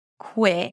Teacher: you shift from the qu sound to an e as in sit, qui, so drop your jaw, keep space between the two teeth and relax your lips · IPA: kwɪt